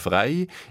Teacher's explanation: Also eigentlich gleich wie noch im Mittelalter «fri». «Frei», «frei» hat sich dann zusammen mit dem Neuhochdeutschen diphthongiert, nennt man das. Es hat also erst danach so eine Zwielaut «ei» oder «ei» ergeben.